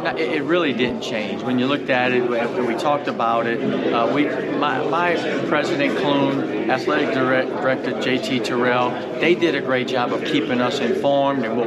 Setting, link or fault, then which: setting, busy venue